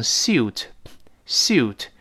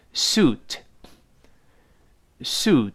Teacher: 在美音中呢，常常把 you 前面这个 ye 给干掉，只剩下个 u 的声音 · Shown in: second take